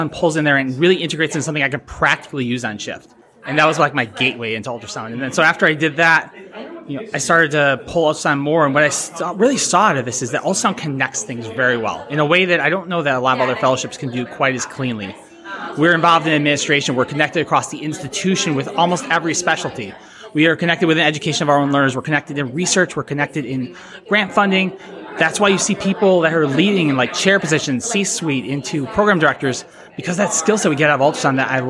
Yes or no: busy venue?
yes